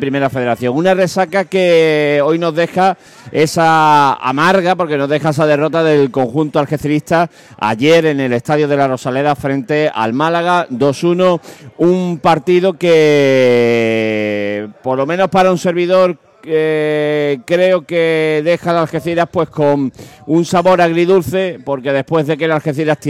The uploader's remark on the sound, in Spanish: Emitido En directo desde el restaurante del Club Náutico Saladillo.